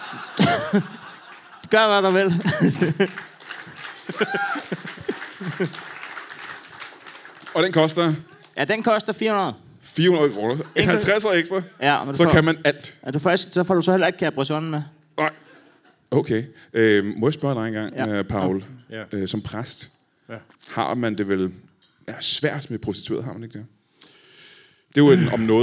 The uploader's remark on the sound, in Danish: LIVE fra Herning.